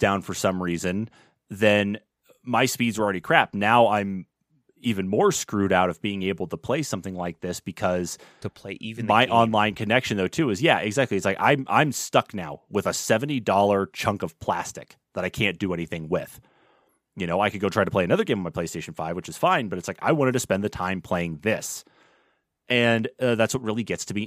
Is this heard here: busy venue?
no